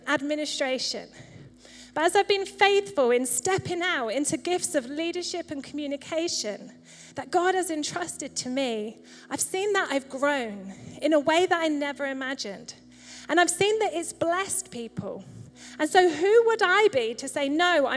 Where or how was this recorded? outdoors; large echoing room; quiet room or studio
large echoing room